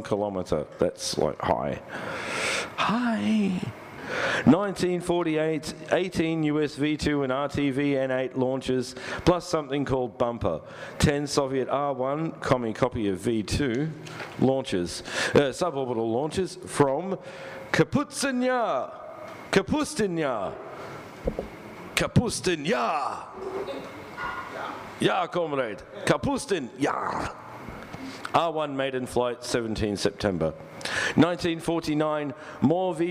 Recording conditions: live audience